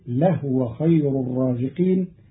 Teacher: قرأ قالون كلمة لهو بإسكان الهاء فتصير لهو خير الرازقين، وكلاهما أي الضم والإسكان في لغة العرب.